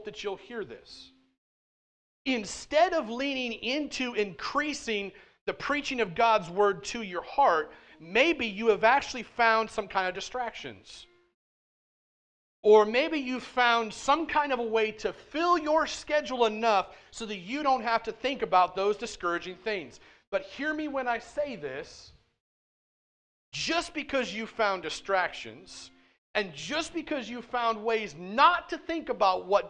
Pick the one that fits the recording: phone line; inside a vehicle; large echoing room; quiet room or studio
large echoing room